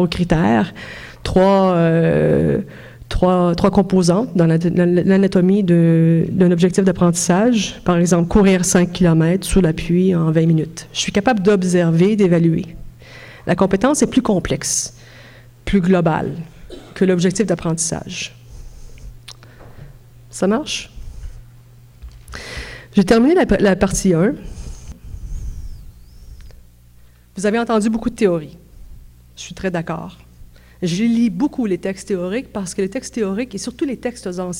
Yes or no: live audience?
yes